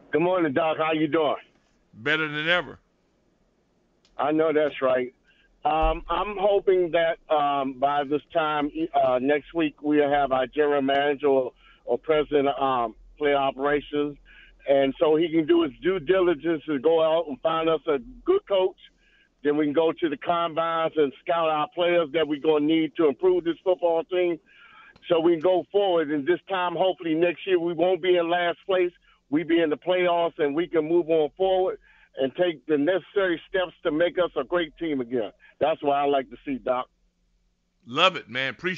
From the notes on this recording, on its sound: opens the phones to hear from the listeners